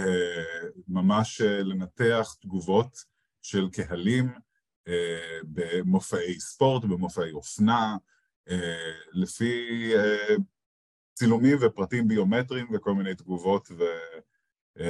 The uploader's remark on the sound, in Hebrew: ההסכת הוקלט בשידור חי ולצערנו מספר דקות מתחילתו נקטעו